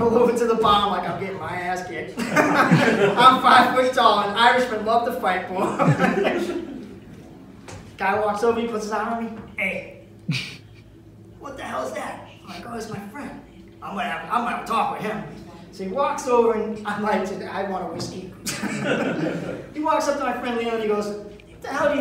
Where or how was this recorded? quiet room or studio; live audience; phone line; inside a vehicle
live audience